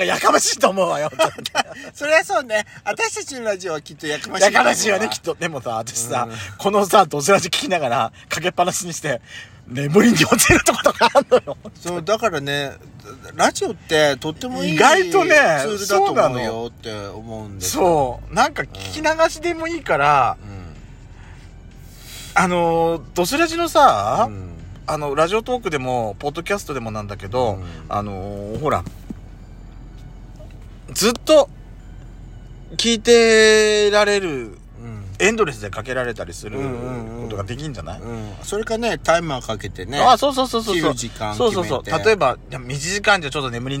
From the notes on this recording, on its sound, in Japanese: パーキング収録